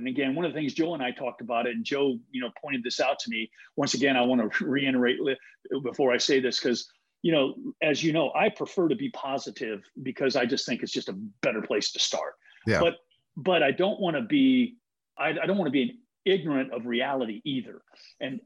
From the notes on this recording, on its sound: You are going to hear the recording of a webinar.